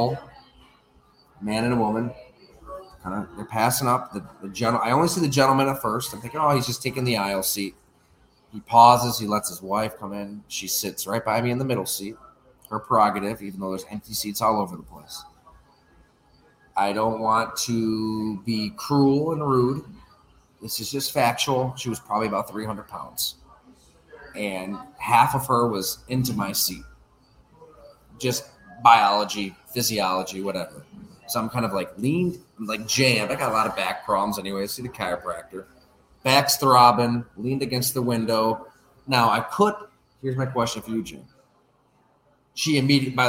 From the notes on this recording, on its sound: We record live at Fattey Beer Company in Hamburg, NY.